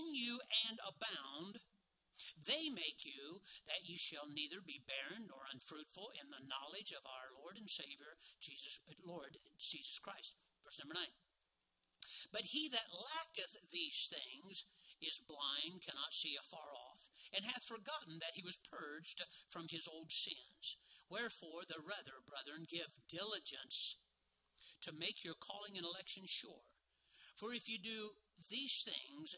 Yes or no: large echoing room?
yes